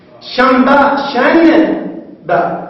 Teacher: النون تقلب ميما تبدل ميما ولكن ما تدغم